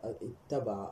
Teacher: وأتبع مجرد تبع يتبع أتبع واتبع يتبع على وزن افتعل اتبع افتعل فتدغم التاء تاء الافتعال في تاء الفعل فيصير فسيجتمع تاءان في أول الكلمة بعد الهمزة فيدغم فيأتي الإدغام فتقول اتبع أو أتبع يتبع وأتبع.